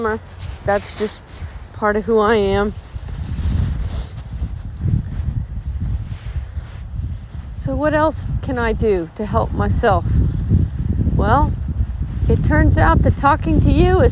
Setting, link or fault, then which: fault, background noise